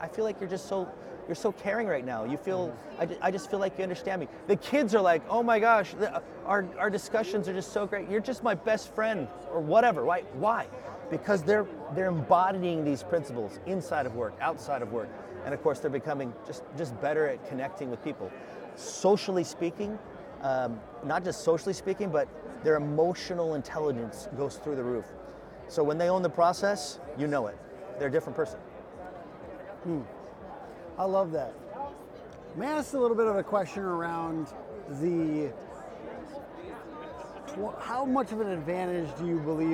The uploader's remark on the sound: sat down with us at Service World